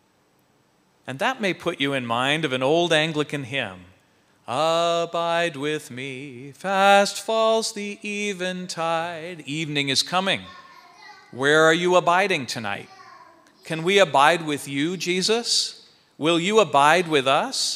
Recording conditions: large echoing room